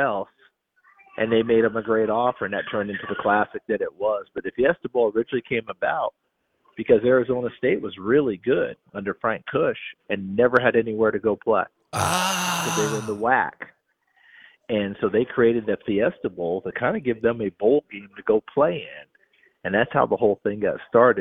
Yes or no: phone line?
yes